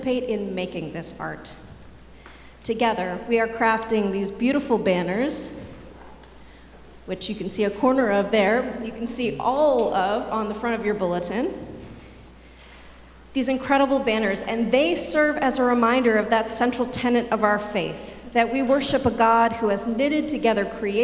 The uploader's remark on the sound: Sermons from Old South Church in Boston